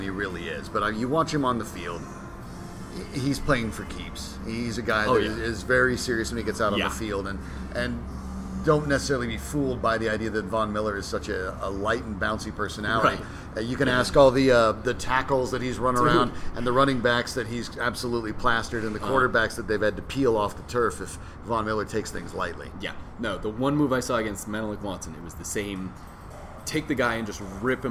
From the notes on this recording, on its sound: Recorded live at FanDraught in Parker, Colorado.